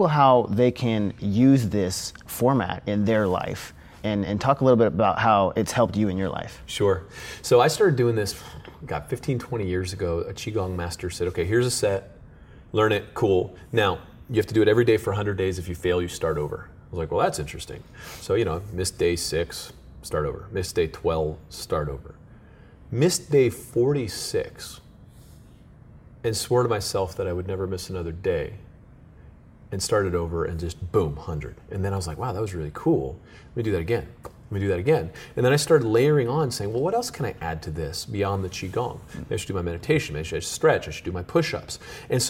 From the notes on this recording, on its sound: This is a special in-person interview shot live from the 2014 Bulletproof Conference!